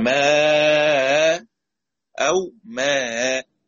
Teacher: لأن أنا بقف بعدها ألف مد، يبقى ماء أو ماء، تسهيل بين بين مع المد والقصر